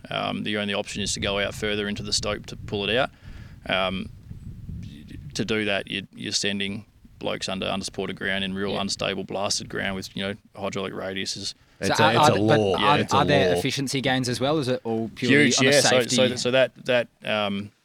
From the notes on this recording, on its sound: Welcome to the first ever global Podcast interview from inside an OPEN PIT (we’re claiming the first). The Money of Mine crew had the pleasure of recording this episode in the historic Great Fingal Pit, close to the town of Cue.